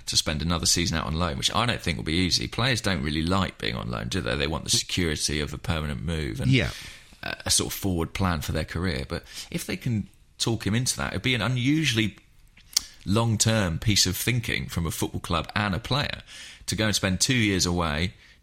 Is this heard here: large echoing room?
no